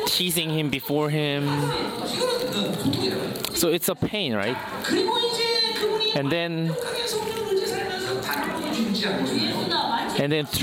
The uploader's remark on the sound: Chuseok Conference. Conference sermon.